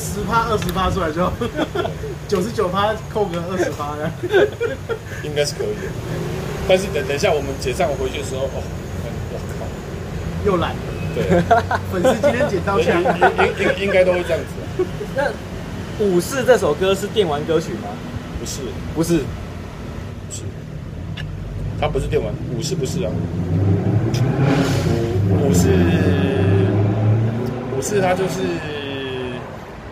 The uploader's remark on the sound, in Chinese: 錄音地點：台南 牽咖啡